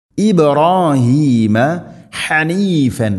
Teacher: ഇബ് ബാഇനെ ഖലഖല ചെയ്യണം, ശരിക്കും കേൾക്കണം. ഇബ്രാഹീമ ഹനീഫൻ, ഹ തൊണ്ടയുടെ മധ്യഭാഗം. ഹനീഫ നിർത്തുകയാണെങ്കിൽ രണ്ട് ഹർക്കത്തിൻ്റെ ഖദറിൽ നീട്ടിക്കൊണ്ട് നിർത്തുക, മദ് ഇവദ് എന്നതിൻ്റെ പേര്.